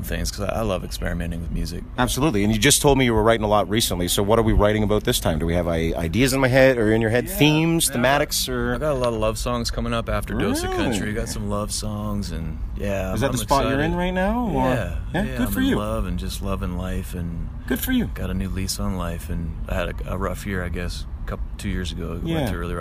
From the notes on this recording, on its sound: Live from Trackside Music Festival.